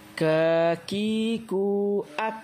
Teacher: Huruf kaf berada di pangkal lidah paling belakang pada posisi menempel di langit-langit antara bagian tulang atas dan bagian yang lunak